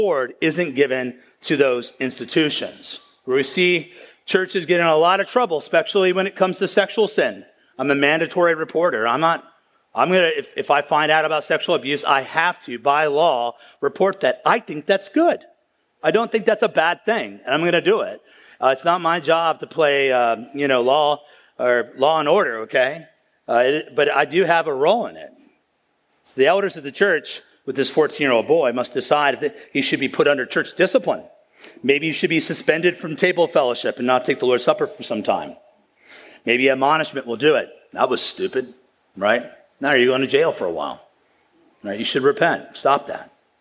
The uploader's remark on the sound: at the County Before Country Conference 2023